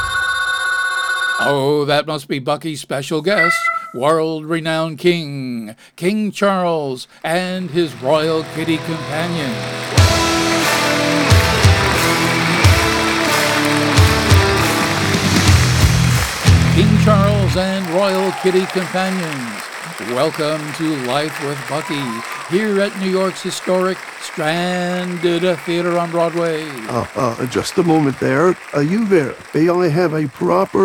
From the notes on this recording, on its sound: Live from the Stranded Theater in New York City.